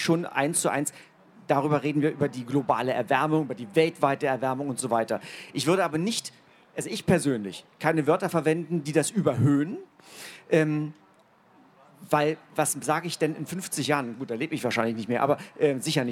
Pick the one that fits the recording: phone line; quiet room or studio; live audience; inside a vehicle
live audience